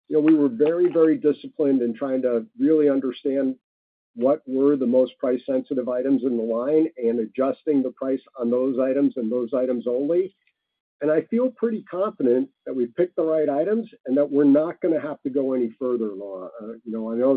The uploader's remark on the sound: Webcast Third Quarter 2023 Earnings Conference Call